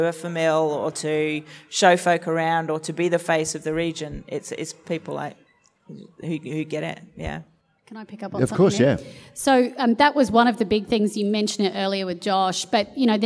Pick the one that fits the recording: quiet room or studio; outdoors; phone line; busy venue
busy venue